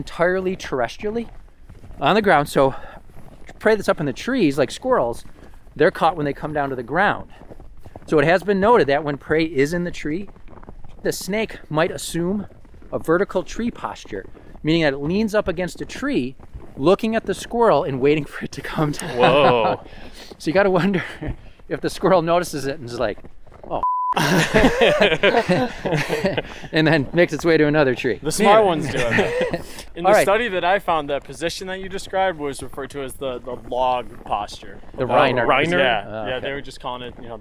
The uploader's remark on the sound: The episode was recorded on December 7, 2023 at Hunters Creek County Park in East Aurora, NY.